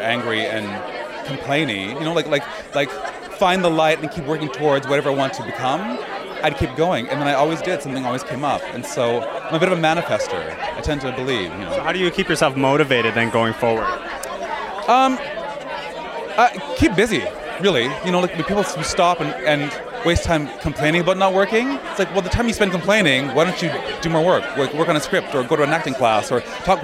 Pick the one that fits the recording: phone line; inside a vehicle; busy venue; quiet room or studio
busy venue